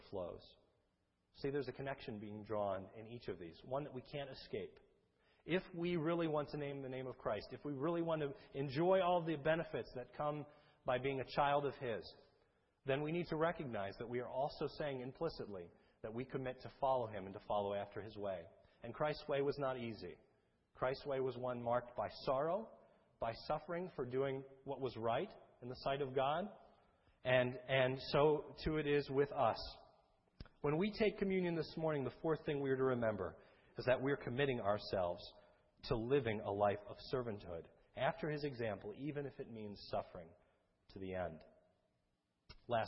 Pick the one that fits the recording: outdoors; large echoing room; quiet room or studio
large echoing room